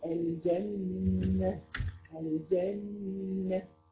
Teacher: وجدت حرف النون مشدد في القرآن يقرأ بغنة بمقدار حرفين · Term: النون المشددة